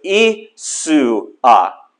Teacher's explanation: There's no SH sound in the Greek language. So we soften it to a Isua. However, we got to add that masculine ending on it.